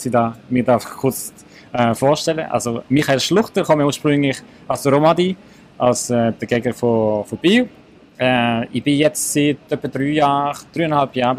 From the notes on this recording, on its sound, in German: Live vom dōTERRA Swiss Day 2023. Diese kurzen, spontanen und spannenden Kurzgespräche sind am diesjährigen dōTERRA Swiss Day 2023 in Basel entstanden. Habe sehr spontan einen Podcast ganz roh und direkt in der Konferenzhalle aufgenommen.